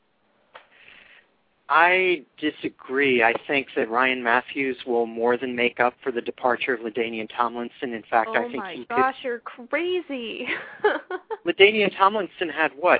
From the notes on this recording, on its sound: fan interaction via phone